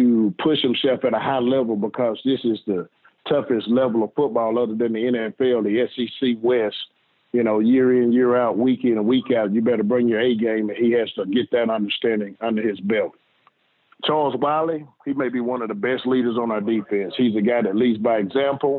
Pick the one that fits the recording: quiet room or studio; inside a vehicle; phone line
phone line